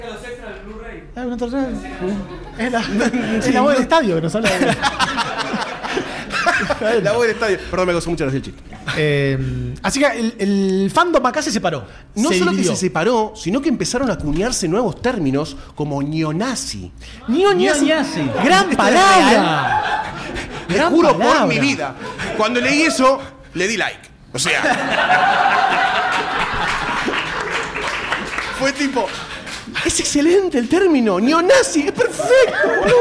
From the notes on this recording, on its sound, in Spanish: ¿Y qué ocurre cuando se graba un podcast sobre este film frente a una audiencia de decenas de personas, todas ávidas por opinar? Episodio grabado en vivo, in the flesh, en la #LunfaBlockParty.